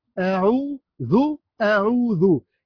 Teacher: طب مثلا كلمة، كلمة على المد بالواو، كلمة أعوذ، أعوذ، أعوذ، أ، عو، أعو، واو مد طبيعي حركتان، أعوذ، أعوذ.